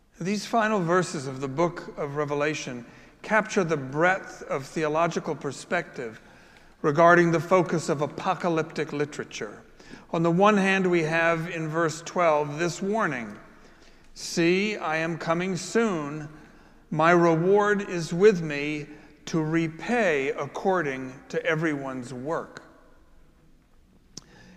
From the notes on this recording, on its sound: Preached at our celebration of Holy Eucharist on the Seventh Sunday of Easter. Following his sermon, he administered the sacrament of Confirmation.